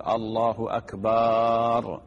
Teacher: بعض الناس يقول الله أكبر يمد باء أكبر، وهذا خطأ لأنه يتغير المعنى